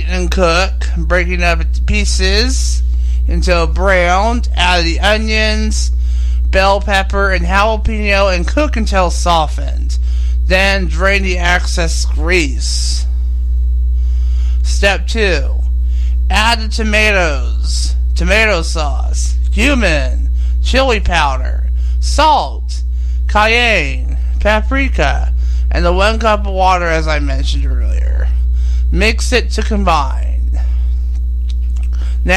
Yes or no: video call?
no